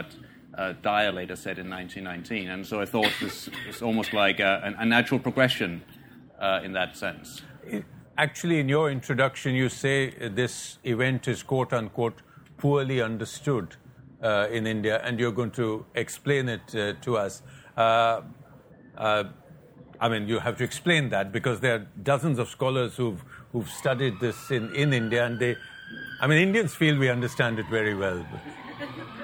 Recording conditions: live audience